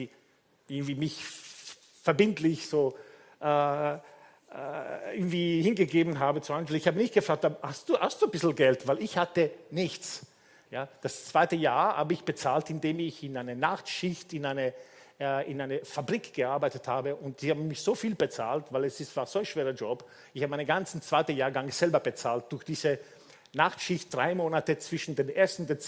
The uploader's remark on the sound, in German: Gottesdienst live aus der LIFE Church Wien.